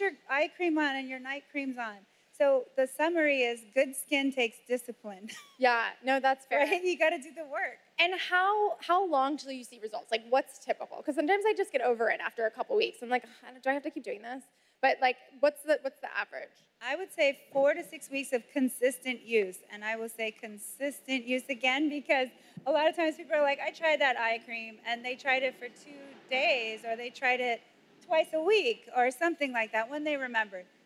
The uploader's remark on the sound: we pulled audio from the last Create & Cultivate event